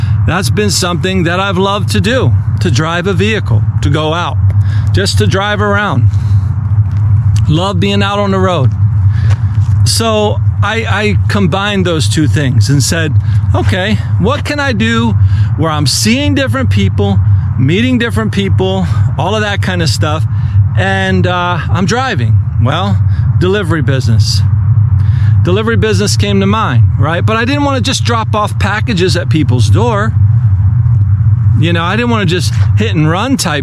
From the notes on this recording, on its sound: The audio was recorded outdoors of a GoPro.